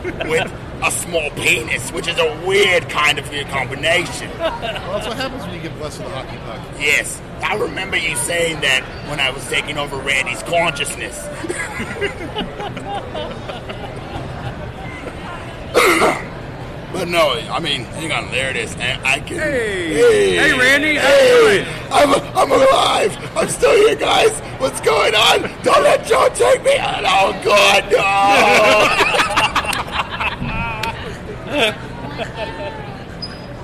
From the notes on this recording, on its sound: live at COMICPALOOZA from the con floor